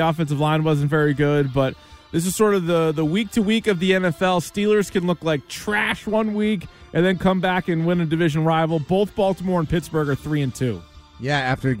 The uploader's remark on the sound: Patriots fans call in and blast the whole Patriots organization. The phone lines continue to be jammed as fans voice their frustrations.